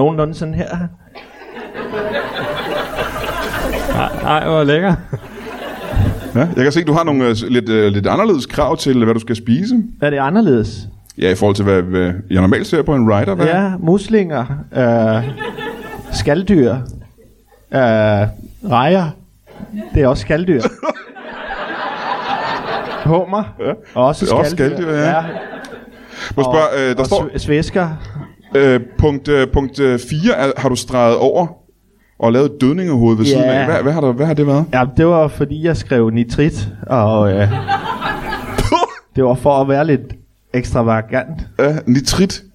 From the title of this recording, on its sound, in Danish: LIVE fra Folkekirkens Nødhjælp